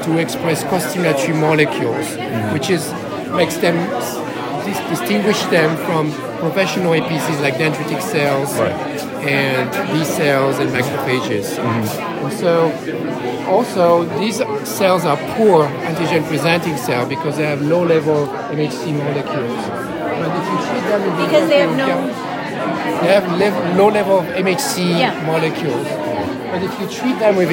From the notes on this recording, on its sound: recorded during the IDS Paris 2023 Day 1 Poster session